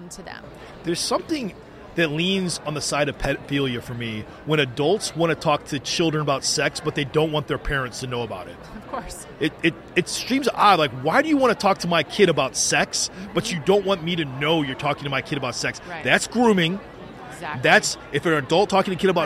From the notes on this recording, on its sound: The Unity Project What’s UP? Podcast at AmFest.